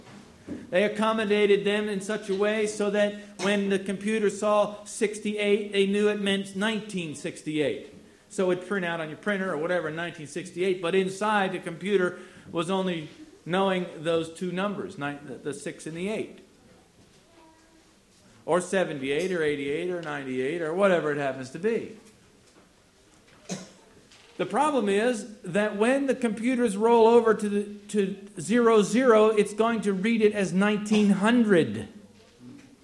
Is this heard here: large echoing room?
yes